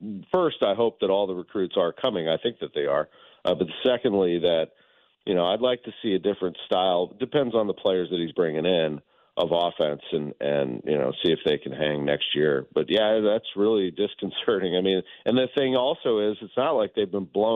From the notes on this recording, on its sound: Live from the Cardinals' spring training. Calls in from the Cardinals' spring training.